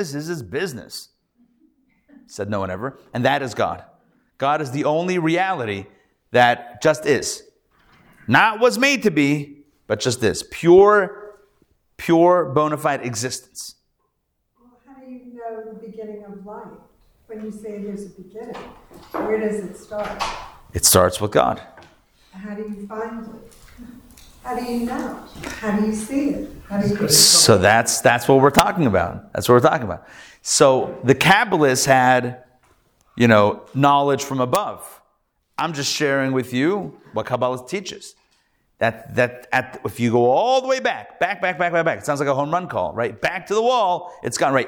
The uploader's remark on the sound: Recorded Live at The Torah Center ATL on Wednesday, December 6, 2023